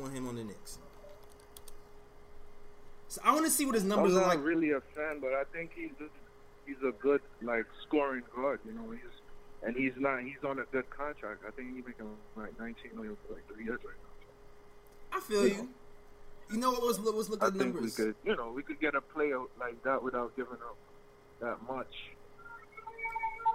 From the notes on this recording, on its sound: takes live phones calls from fans around the world